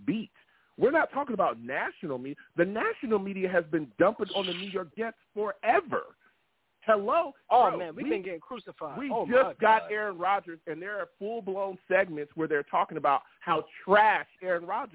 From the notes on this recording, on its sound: I take live callers!